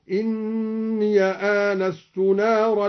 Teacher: إني آنست نارا، فتح الياء وصلا